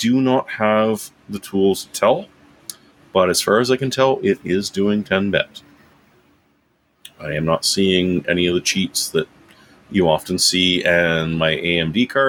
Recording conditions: sounds in the background